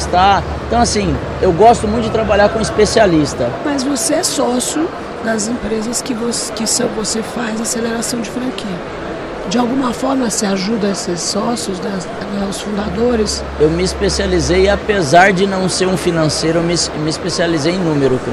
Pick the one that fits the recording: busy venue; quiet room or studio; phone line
busy venue